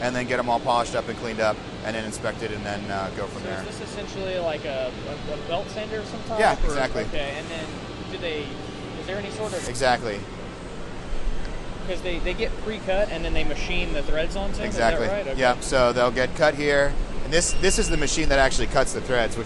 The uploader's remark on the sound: Live from Eibach in Corona, CA